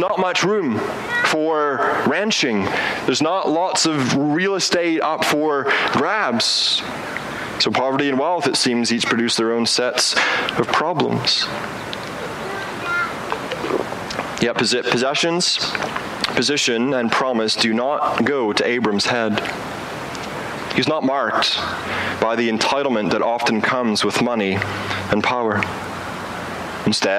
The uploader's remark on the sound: Preaches outdoors